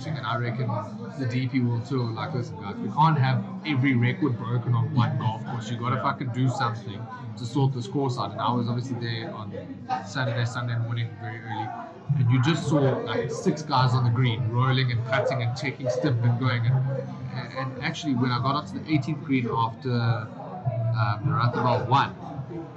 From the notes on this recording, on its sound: We apologize in advance for the quality of this episode. Due to loadshedding we were forced to record in a noisy area and some equipment failed which resulted in a poor audio quality.